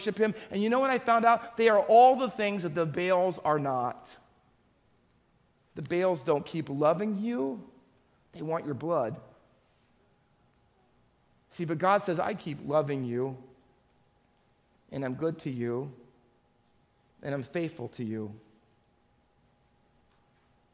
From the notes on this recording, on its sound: Faith Baptist Church in Hamilton, NJ.